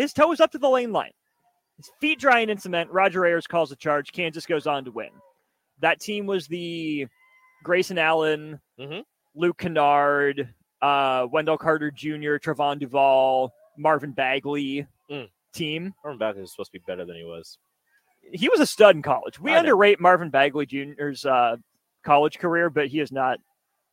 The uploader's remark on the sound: LIVE from CHI Health Center